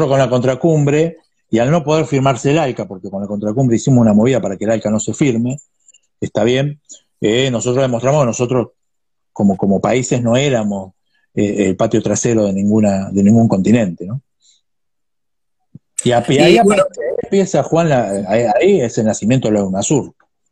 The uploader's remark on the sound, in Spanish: entrevista a fondo a través de Instagram live